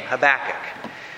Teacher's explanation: putting the emphasis on the back as you say the name